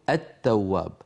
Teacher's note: التاء ما أصل هذه التاء المشددة؟ أصلها لام أدغمت في تاء، لام التعريف أدغمت في التاء